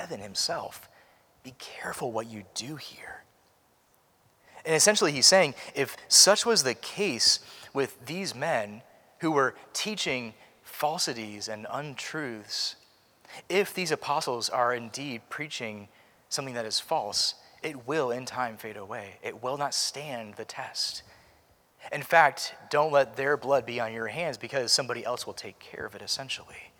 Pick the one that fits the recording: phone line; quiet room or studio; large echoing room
large echoing room